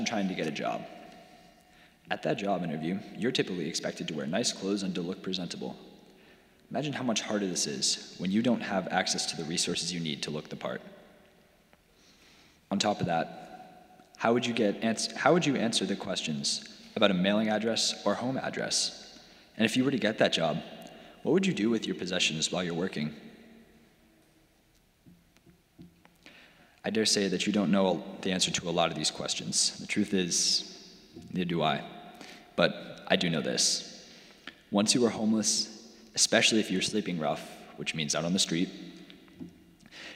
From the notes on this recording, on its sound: Sermons from Old South Church in Boston